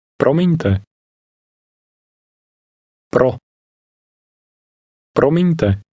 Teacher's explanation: Did you hear the rolling R? This sound is extremely common in Czech.